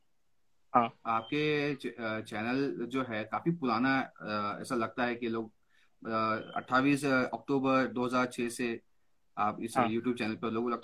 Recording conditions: video call